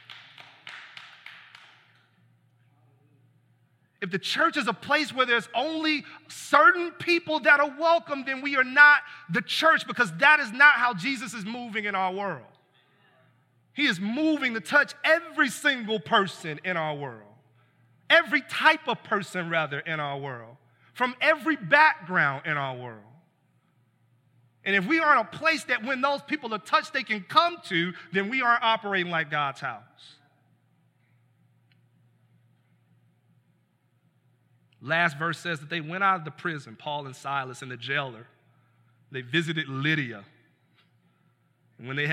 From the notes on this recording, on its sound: This is the full collection of sermons preached at City Light Church in Vicksburg, MS.